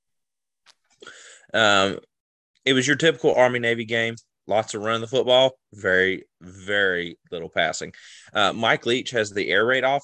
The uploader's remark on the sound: talk smack from a Zoom call